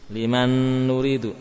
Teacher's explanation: Sebabnya apa? Huruf nun hilang zatnya dan sifatnya. · Term: idgham sempurna